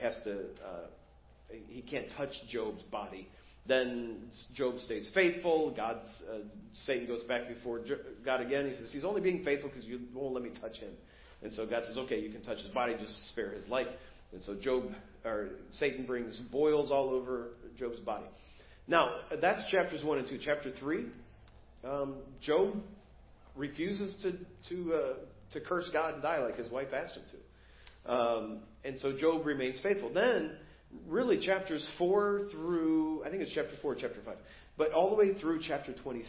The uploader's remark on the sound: Preached at First Baptist Church of Hazel Park